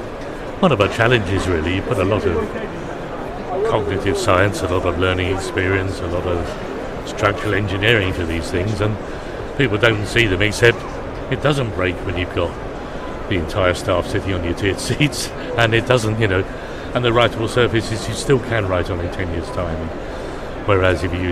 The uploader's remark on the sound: Live shows from the show-floor at BETT2018. Learniture At BETT2018.